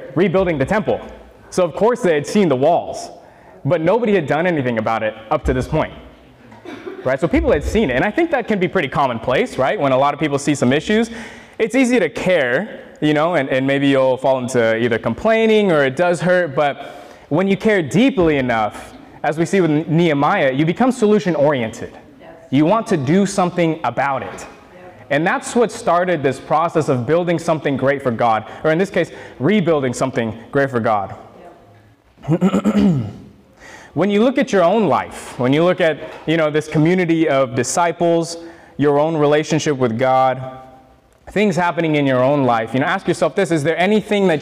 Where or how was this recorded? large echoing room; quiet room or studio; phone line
large echoing room